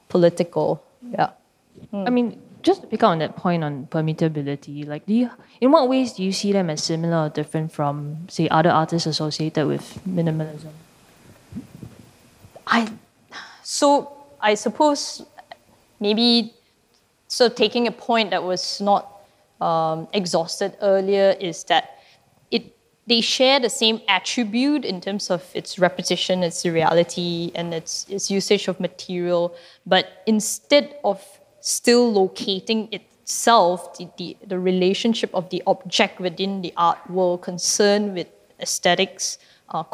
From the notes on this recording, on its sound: Recorded live in December 2018 at National Gallery Singapore , as part of the exhibition Minimalism: Space.